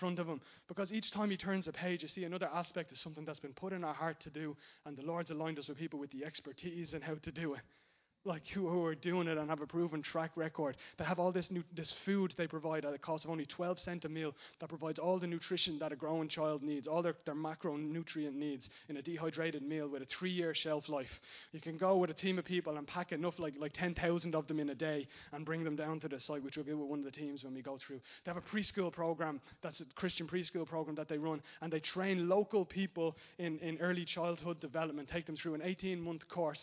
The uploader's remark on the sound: Recorded live in Liberty Church on 12th May 2019